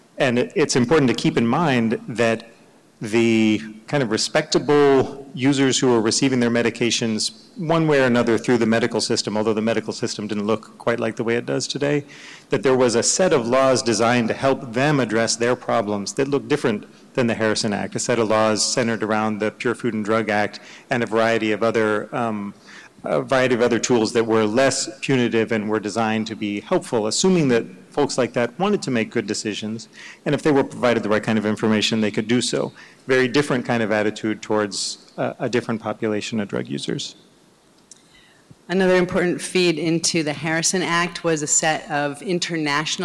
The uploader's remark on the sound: The Drug Policy Alliance and the New York Academy of Medicine hosted a free conference marking the 70th Anniversary of the report. This audio clip was recorded at the symposium on May 1st.